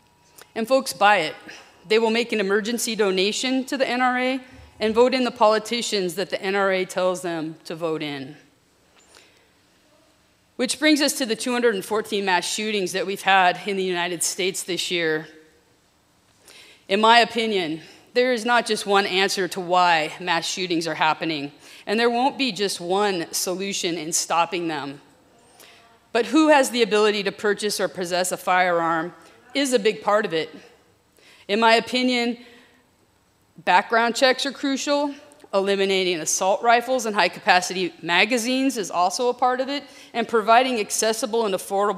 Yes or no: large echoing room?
yes